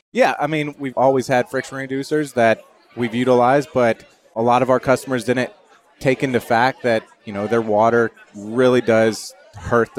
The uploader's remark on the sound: Live from the 2022 World Oil Awards.